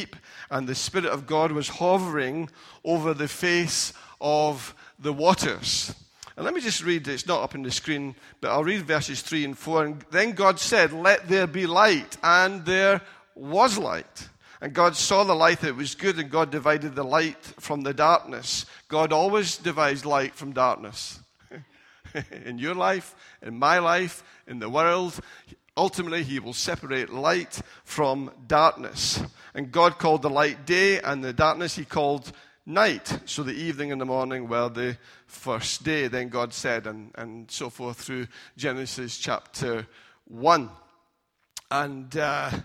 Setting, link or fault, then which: setting, large echoing room